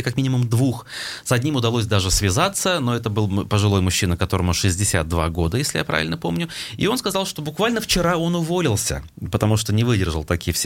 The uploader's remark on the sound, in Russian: По телефону